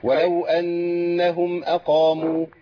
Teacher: ولو أنهم أقاموا يبقى كده شددنا القاف لازم أجري مع القاف ما ريحش عليها عشان ما أجيبش ساكن